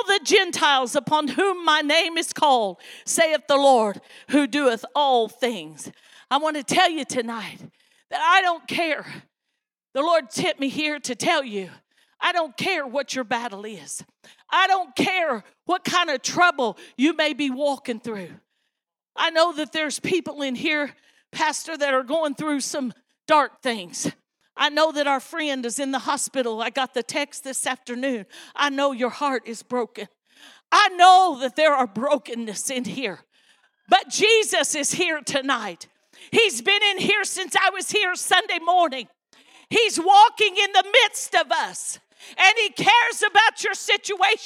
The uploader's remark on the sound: This message was recorded LIVE